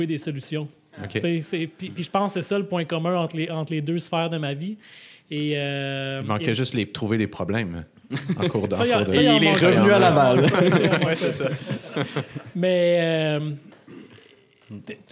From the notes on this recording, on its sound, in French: Pour ce premier événement public de Cadre Bâti. À l’espace ville autrement.